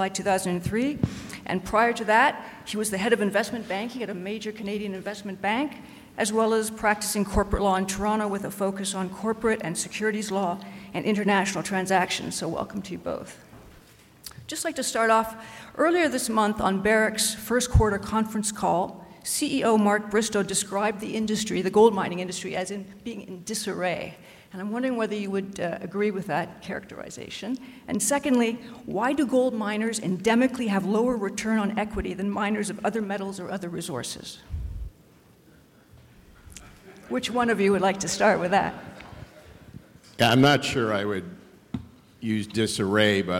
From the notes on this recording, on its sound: this free-wheeling discussion was recorded live at The Northern Miner's Canadian Mining Symposium held at Canada House in London, U.K., on May 22, 2019.